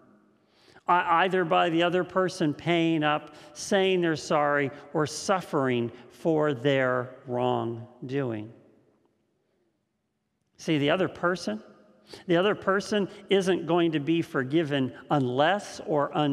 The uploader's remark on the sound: This message was first preached on July 4th 2021 at Linglestown Life Church in Harrisburg PA.